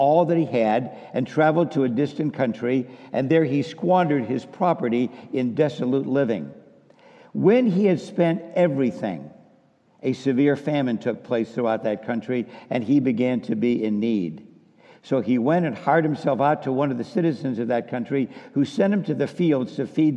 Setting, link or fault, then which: setting, large echoing room